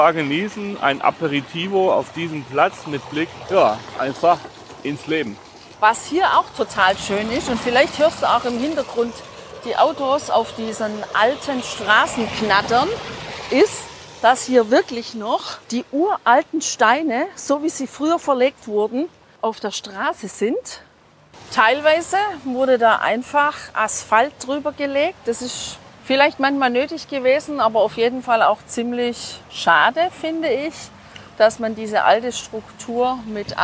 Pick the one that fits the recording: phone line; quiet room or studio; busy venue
busy venue